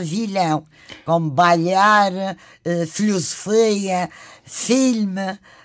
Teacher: palavras em que o L é palatalizado